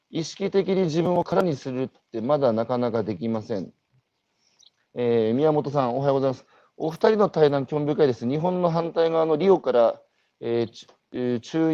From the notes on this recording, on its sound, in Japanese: 歩くラジオ。歩きながら1時間、対談する。